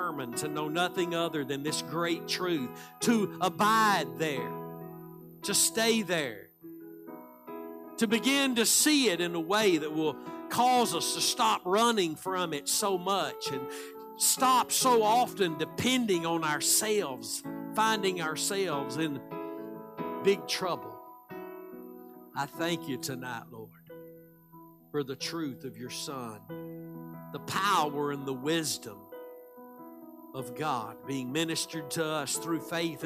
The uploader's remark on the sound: Live Wednesday Evening Service